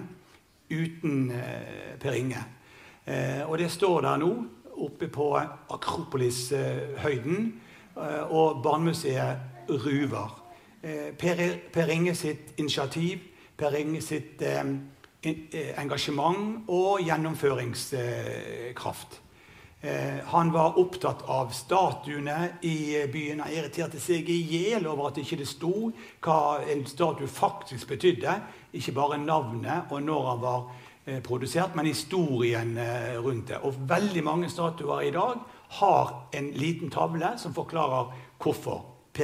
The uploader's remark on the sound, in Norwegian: Innspilt i kinosal 1 på Sølvberget bibliotek og kulturhus